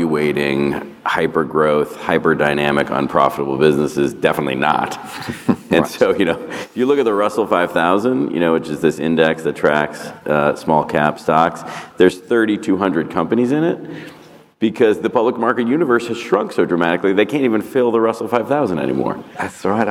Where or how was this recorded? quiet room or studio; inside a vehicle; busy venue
busy venue